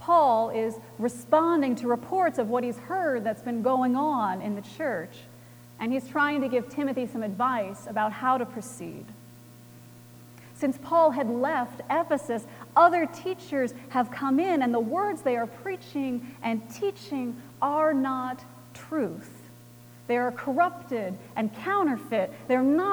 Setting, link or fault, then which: setting, large echoing room